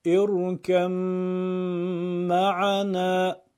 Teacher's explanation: حرف با حذف میشه، میم مشدد میشه · Term: ادغام